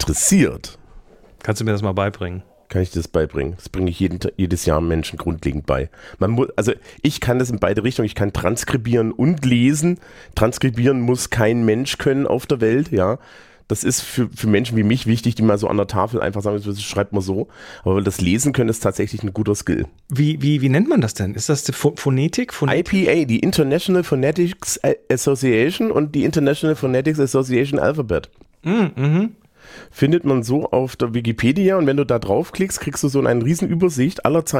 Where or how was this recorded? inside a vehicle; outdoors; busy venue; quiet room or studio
quiet room or studio